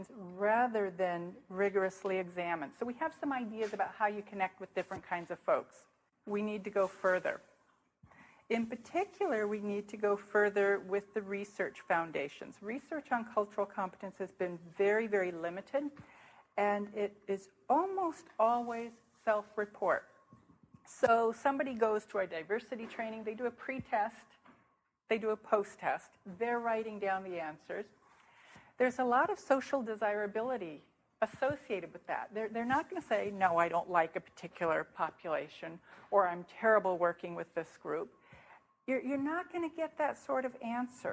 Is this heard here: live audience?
yes